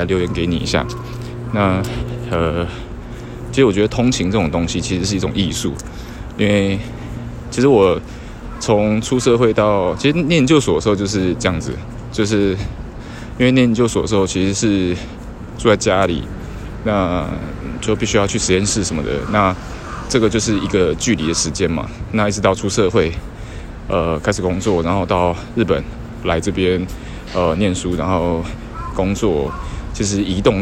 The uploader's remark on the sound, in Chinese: IPhone X 邊走邊錄版，一刀未剪。(注意聲量！)。